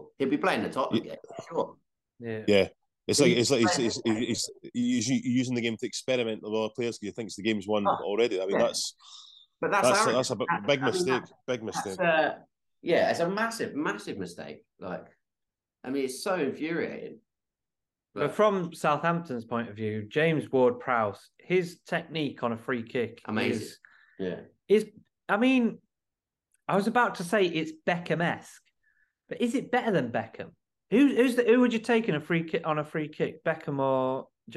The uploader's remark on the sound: for a quick zoom this week